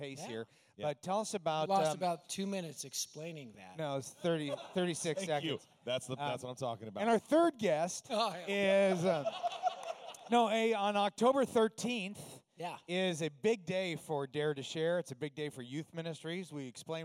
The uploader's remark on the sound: LIVE from #dym200. In front of a live studio audience at #dym200.